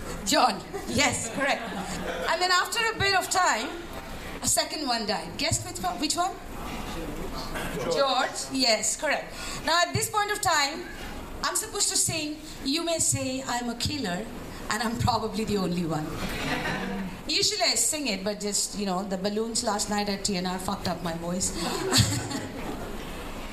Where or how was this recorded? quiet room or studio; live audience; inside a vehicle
live audience